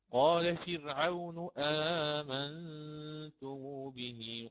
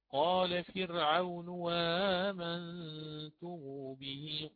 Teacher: فإن قرأت وصلا بما قبلها، وصلا بما قبلها، فحينها الإمام قنبل سيبدل همز الاستفهام واوا مفتوحة خالصة · Shown in: second take